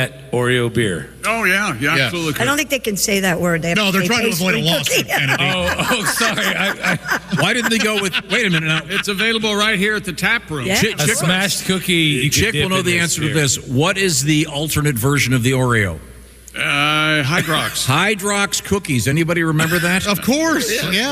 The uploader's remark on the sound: We are live from the Indiana State Fair!